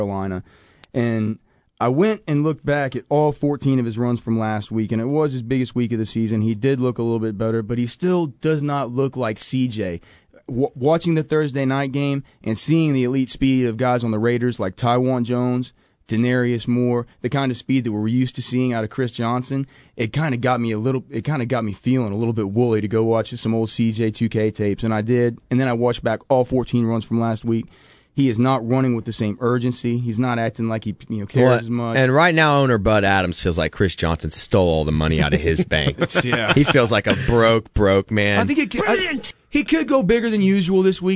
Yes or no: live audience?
no